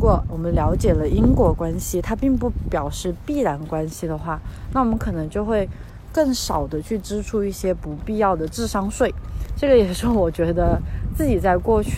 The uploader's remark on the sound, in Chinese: 在新冠肺炎刚刚出现时，是一边散步一边录制的。